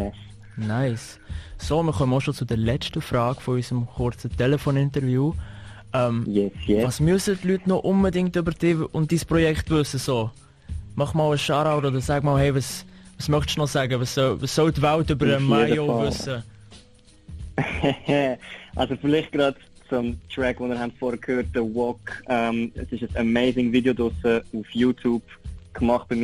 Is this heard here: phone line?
yes